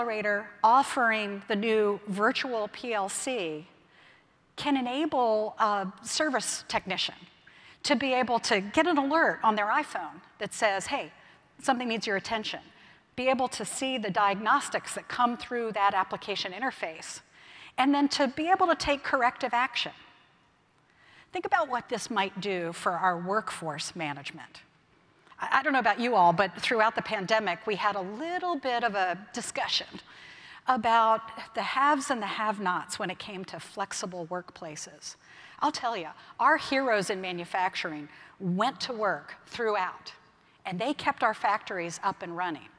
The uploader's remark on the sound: keynote speech from May’s Automate conference in Detroit